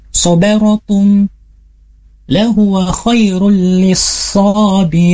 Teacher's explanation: so-nya kita coba untuk ditebalkan karena di sini termasuk huruf tebal yaitu huruf sad, maka kita tebalkan hurufnya birin.